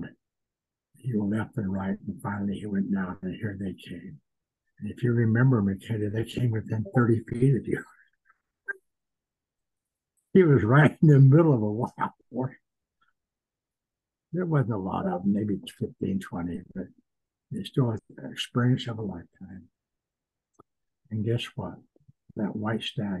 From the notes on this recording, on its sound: Please be patient with some audio difficulties on this episode.